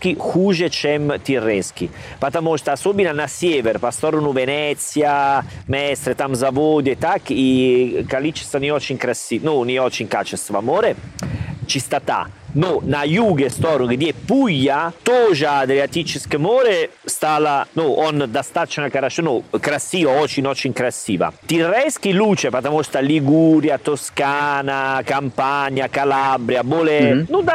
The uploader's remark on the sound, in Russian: Записываем самый летний эпизод подкаста. Прямо на берегу моря